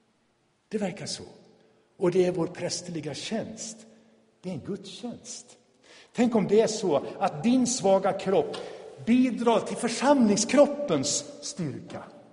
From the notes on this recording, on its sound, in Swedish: Inspelad i Tabernaklet i Göteborg 2017-05-21.